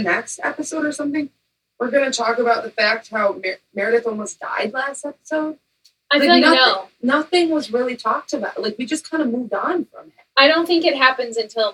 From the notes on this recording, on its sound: Recording around Christmas Trees. The ladies are still struggling with sound, they need a new microphone.